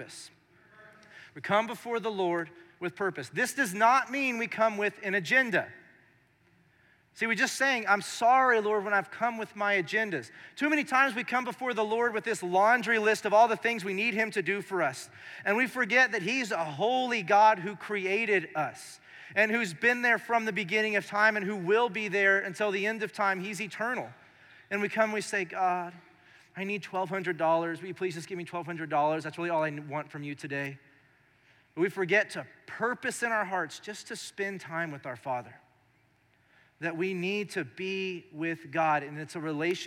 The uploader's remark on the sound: Recorded live during our Sunday morning service